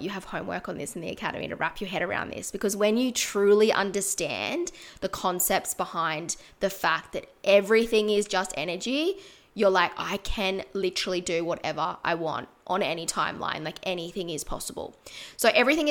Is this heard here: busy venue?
no